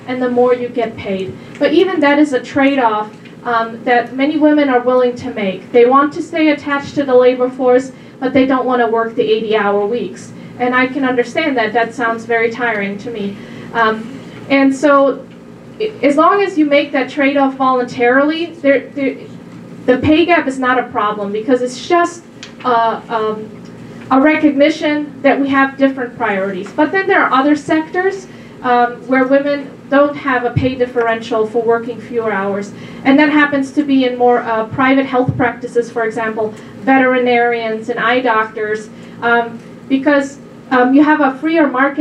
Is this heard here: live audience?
yes